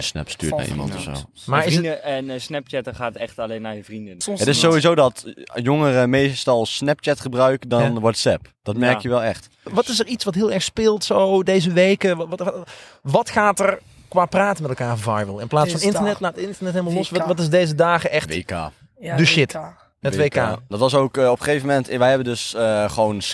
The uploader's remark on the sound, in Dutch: Is opgenomen op het dak van de school. Met -3 aan een hangtafel en in het zonnetje.